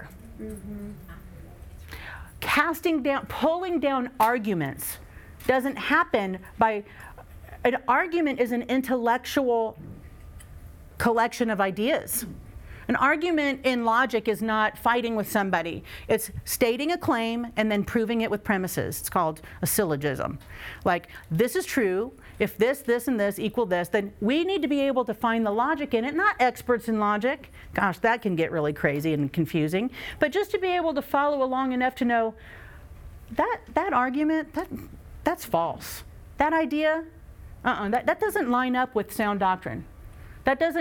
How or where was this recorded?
live audience